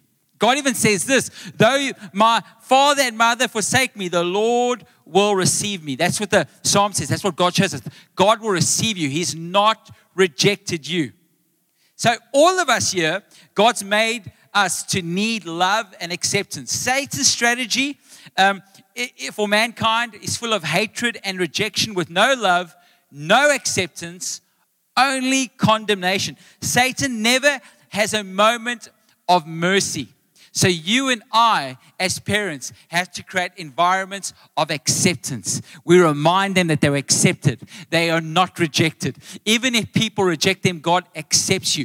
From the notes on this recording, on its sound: Recorded live on Sunday the 27th August 2023